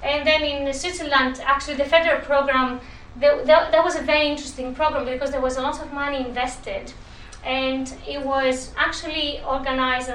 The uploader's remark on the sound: Speaks at SRHE International Research and Researchers Network Event - Gendering Academic Mobility: International Perspectives.